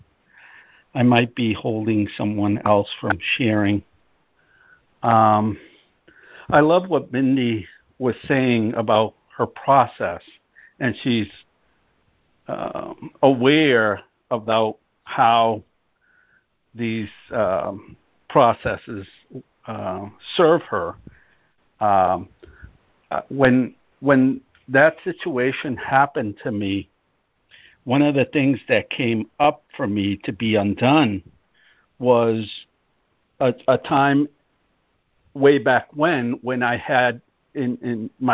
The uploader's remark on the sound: ACIM Daily Conference Call.